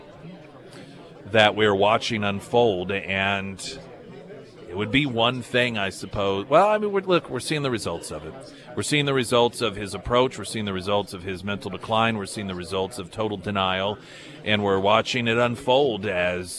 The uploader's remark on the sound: live at Scramblers Diner for the KSGF Heroes Veterans Breakfast